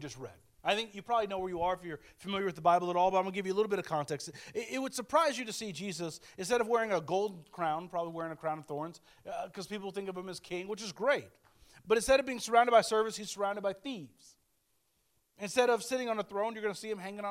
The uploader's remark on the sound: speaking at Soma Community Church in Jefferson City, MO on 14 May 2023